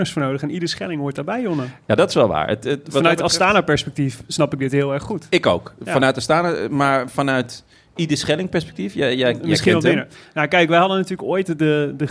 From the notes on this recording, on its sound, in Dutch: Live vanuit bakkerij Kometenbrood in Amsterdam Noord